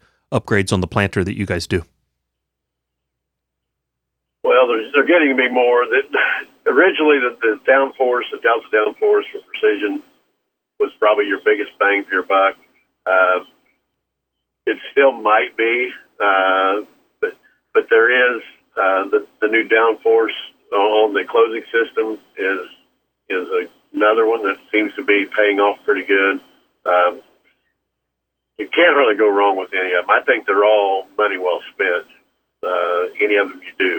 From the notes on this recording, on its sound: from Chrisman Farm Center in Chrisman, Illinois call